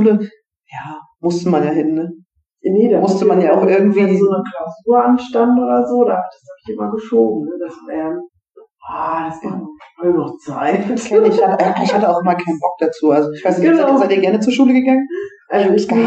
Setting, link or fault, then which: fault, poor sound quality